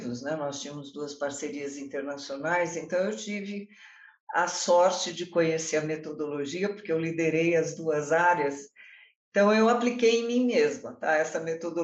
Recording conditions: video call